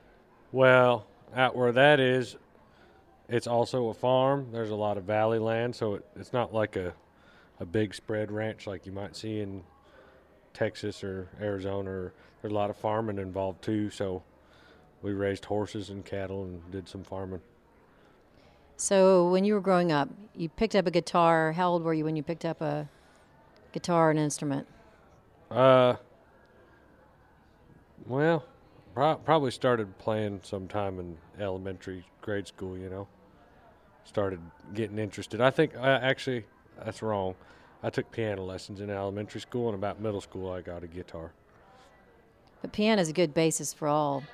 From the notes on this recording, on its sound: live from the 2018 Ameripolitan Awards at the Guesthouse at Graceland